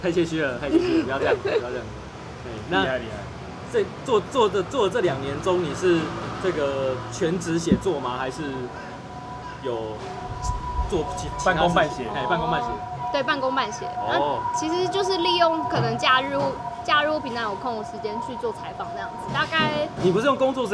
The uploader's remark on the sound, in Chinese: 錄音地點：台南 牽咖啡 Chen Coffee